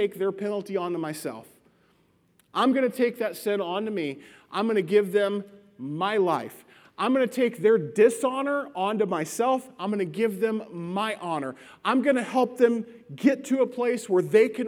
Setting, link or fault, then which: setting, large echoing room